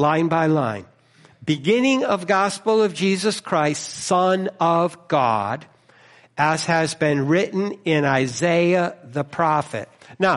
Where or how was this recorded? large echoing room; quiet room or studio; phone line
large echoing room